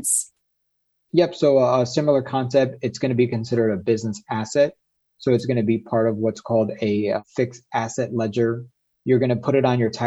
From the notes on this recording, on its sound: This episode is the audio version of a webinar.